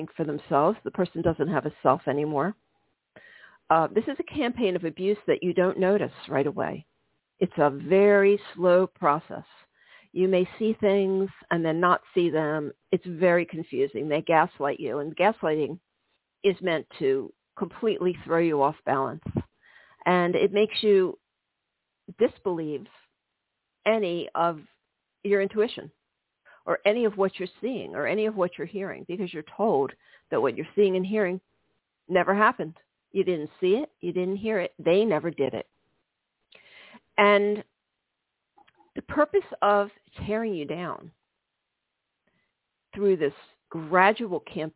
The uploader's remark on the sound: This is a live call-in show.